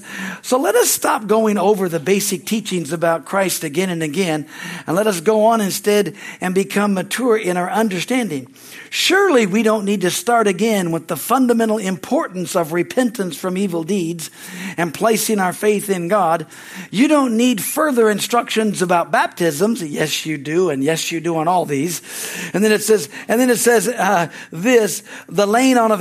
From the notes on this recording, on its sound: from the Sunday, Service on September 10, 2023 at Harvest Bible Church Stockton, California